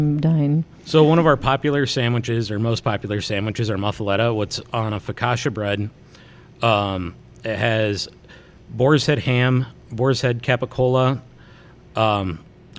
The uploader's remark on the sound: Myers' Deli & More lets the crew record an episode after hours, so everyone is using their NPR voices this time.